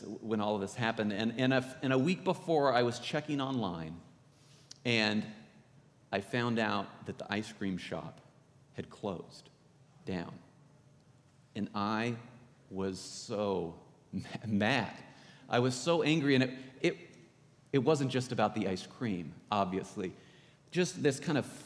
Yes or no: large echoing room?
yes